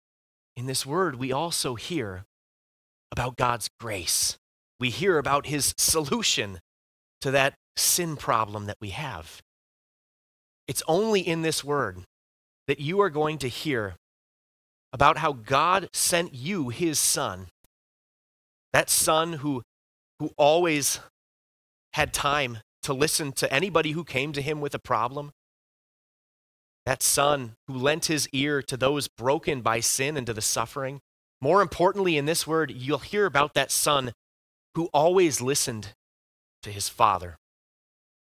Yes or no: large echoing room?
yes